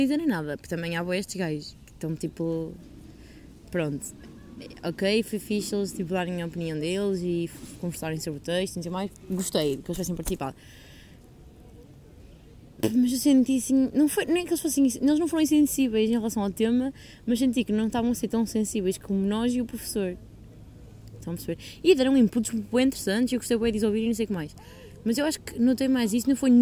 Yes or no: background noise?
yes